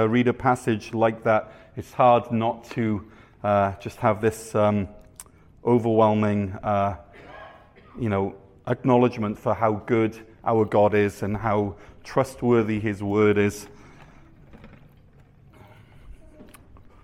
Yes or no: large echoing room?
yes